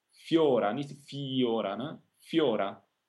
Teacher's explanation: the I is very short because it's part of a diphthong.